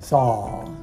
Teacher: But in saw, the W does not have a clear sound. It just makes the A sound go longer.